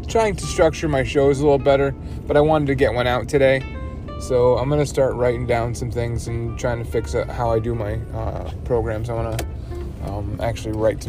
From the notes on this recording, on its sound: Driving in my car